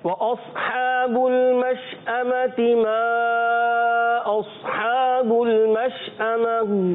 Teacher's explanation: مشأمة آخر میں ہا کی ادائیگی کلیئر کرنی ہے